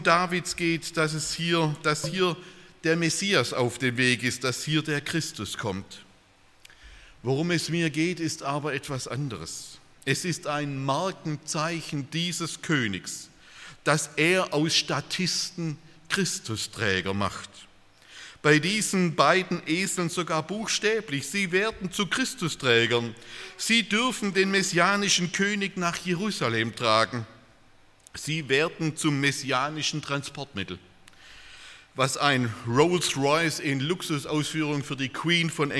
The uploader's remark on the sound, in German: aus dem Gottesdienst der Liebenzeller Mission